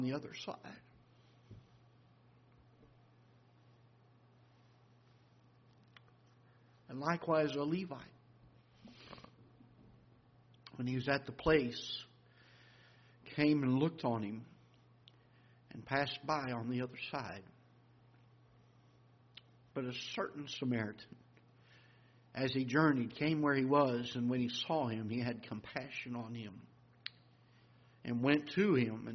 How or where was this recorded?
large echoing room